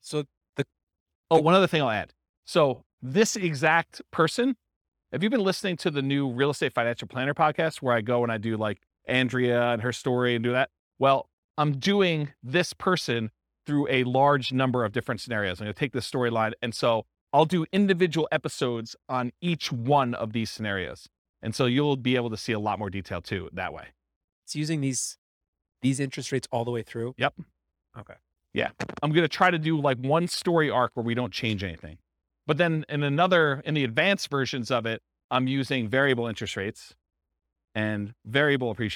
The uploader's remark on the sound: This was a live class recorded